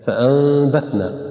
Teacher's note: فأنبتنا، لاحظ هنا أن النون عليها ميم رأسية فوق النون إشارة إلى الإقلاب، فتقلب النون ميم ثم نخفيها عند الباء